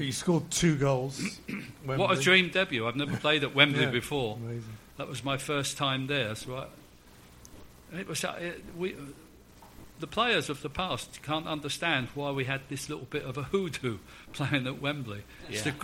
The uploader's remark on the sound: SpursShowLIVE. Exclusive live podcast for Spurs Show Season Ticket holders. We recorded three podcasts on the night (not bad value for a fiver a seat!).